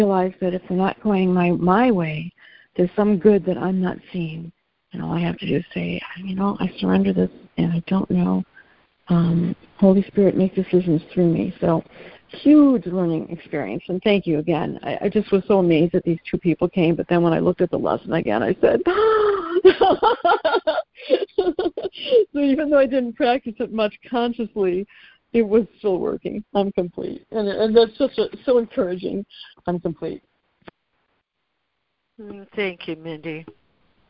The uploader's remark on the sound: ACIM Daily Conference Call